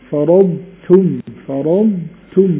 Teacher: الضاد والتاء ملهمش دعوة ببعض خالص، ما ينفعش أضغم الضاد في التاء